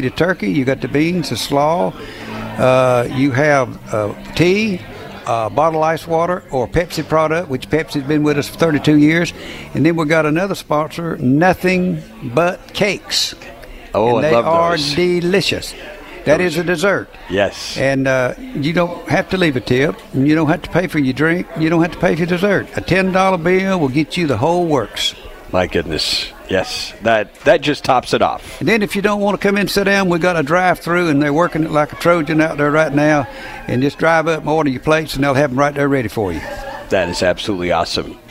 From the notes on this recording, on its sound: Live From The 32nd Annual Union County Crime Stoppers BBQ. Live from the Union County Agricultural Center for the 32nd Annual Union County Crime Stoppers BBQ.